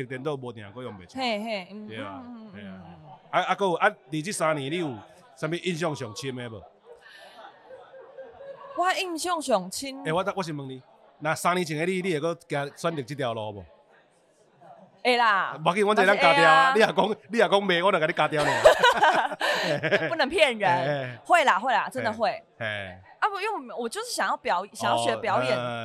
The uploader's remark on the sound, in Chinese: 不可能連吃尾牙也要錄Podcast。在尾牙現場把麥克風架起來！